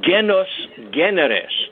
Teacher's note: S between two vowels turns into an R